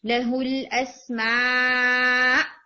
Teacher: یہاں پر ہم حمزہ کو اسٹرانگ جھٹکا دے کے تو حمزہ کو واضح کریں گے، ورنہ آپ کا نا اسما آپ کا حمزہ سکپ ہو گیا نا.